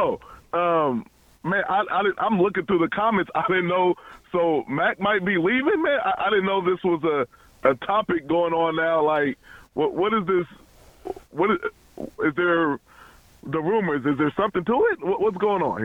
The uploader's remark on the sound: take your phone calls